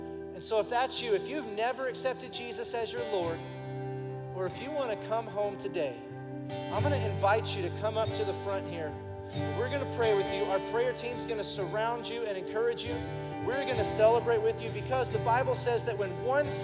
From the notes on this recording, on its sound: Recorded live during our Sunday morning service